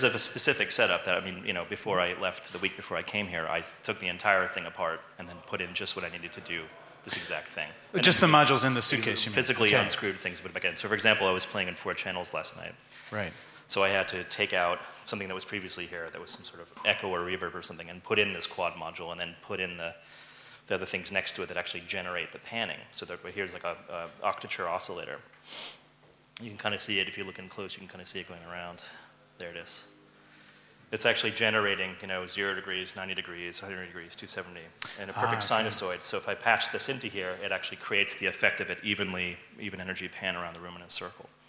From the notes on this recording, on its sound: A Conversation at MusicMakers Hacklab. At CTM Festival, Berlin, January 2013. Part of the MusicMakers Hacklab curated by CDM.